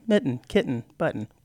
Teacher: It's called glottalization, right? It's a brief pause, and it happens. · Term: T glottalization